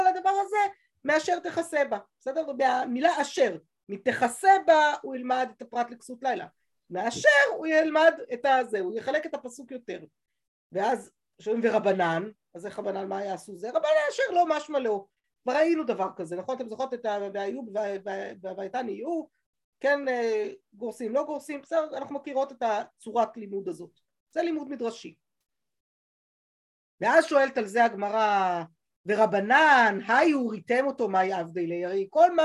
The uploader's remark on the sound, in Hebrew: השיעור הועבר והוקלט בזום